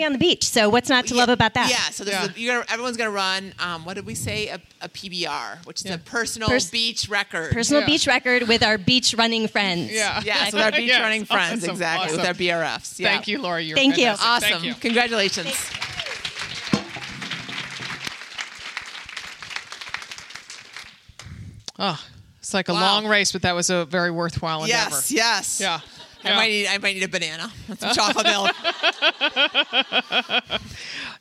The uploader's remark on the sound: Recorded in front of the Hilton Head Island Retreat attendees, this episode is full of rowdy laughs and get-you-moving inspiration.